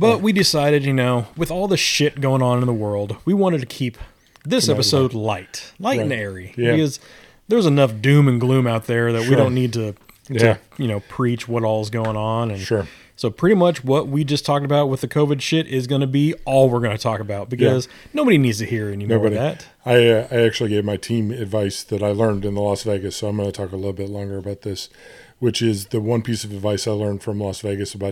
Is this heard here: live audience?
no